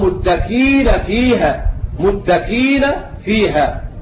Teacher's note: حذف الهمزة المكسورة التي بعدها ياء والواقع بعد كسر أيضا حذفها فقرأ هكذا متكئين فيها يقرأ متكين فيها متكين فيها.